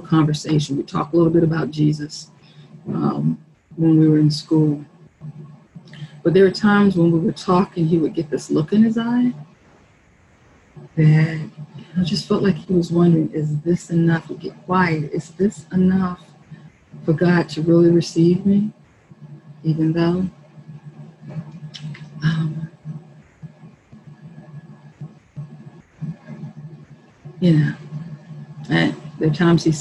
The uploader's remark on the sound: Our zoom streamed service